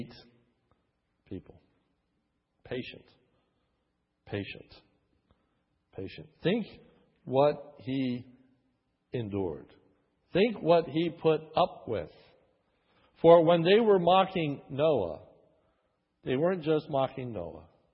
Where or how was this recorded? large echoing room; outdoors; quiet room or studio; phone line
large echoing room